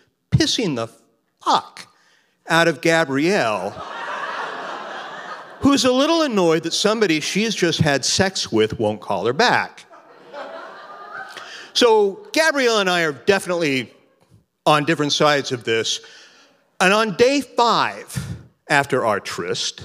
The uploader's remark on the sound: Recorded at The Alberta Rose Theatre in Portland, OR.